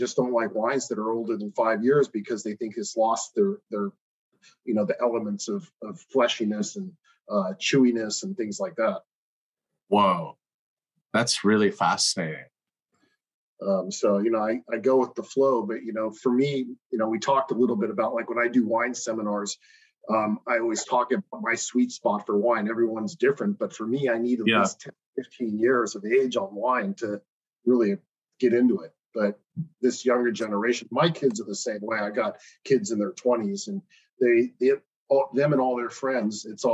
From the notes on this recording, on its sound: Zoom interview